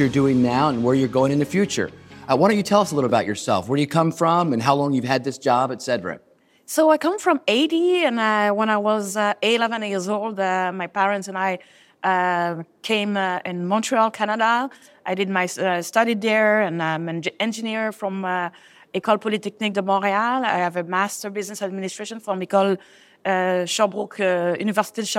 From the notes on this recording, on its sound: interview recorded at the UITP Global Summit in Barcelona